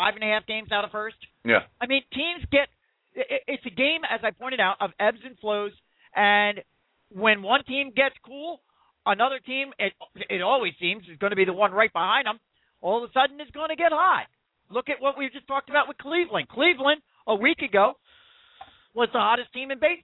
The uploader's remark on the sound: take questions from listeners via the telephone